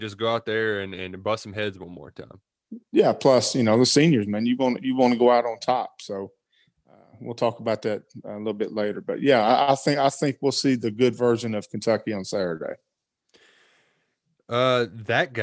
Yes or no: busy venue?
no